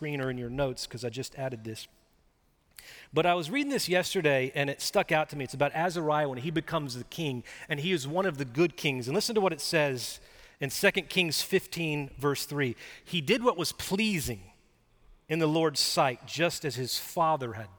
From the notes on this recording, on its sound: Recorded live at Brookwood church on 4.16.2023